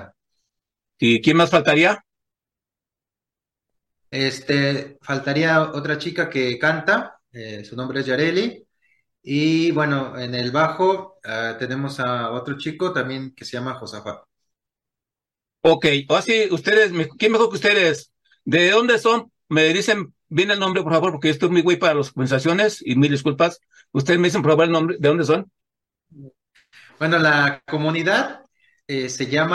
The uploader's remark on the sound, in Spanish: Charlamos via zoom.